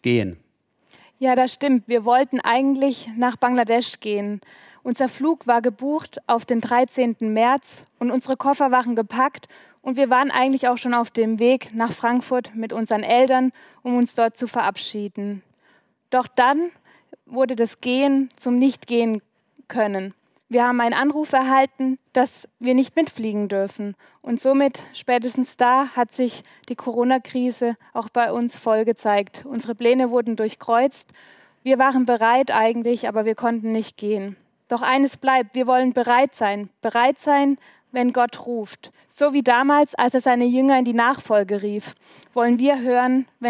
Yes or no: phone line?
no